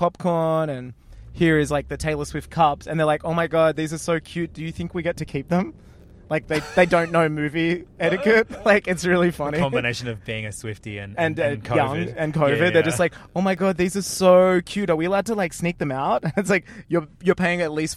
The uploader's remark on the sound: Two boys in a car driving to the premiere of a TV show at a movie theatre